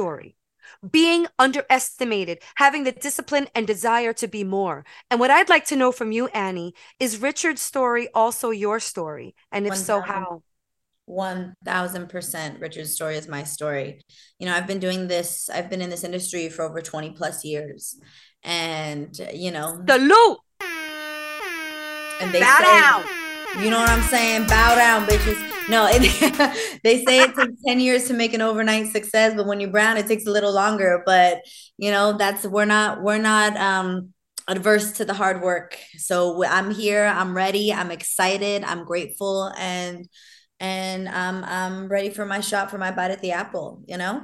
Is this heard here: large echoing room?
no